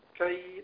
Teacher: لان الياء اللي قبل الدال الموقوف عليها لينية الياء ساكنة وقبلها مفتوح · Term: مد لين